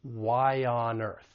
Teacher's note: that's a front vowel, so we can insert a slight y between the two vowels